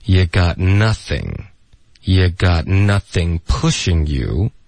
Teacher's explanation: You got 的特我们会省略。